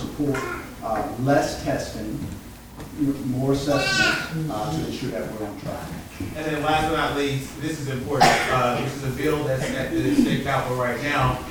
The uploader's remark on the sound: Each gave brief speeches and answered questions from the audience. Stump speech and Q&A.